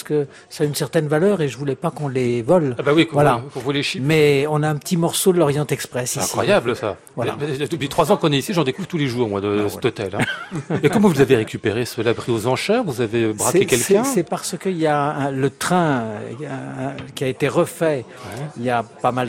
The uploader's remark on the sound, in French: En direct et en public depuis l'Hôtel Bedford à Paris